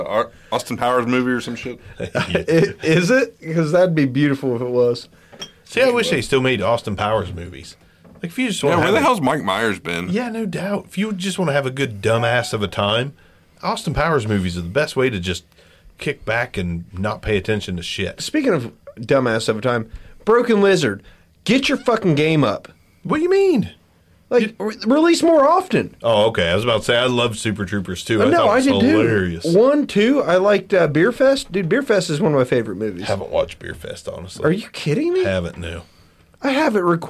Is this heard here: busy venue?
no